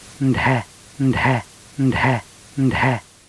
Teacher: if you express the vowel sound with a breathy voice, means horse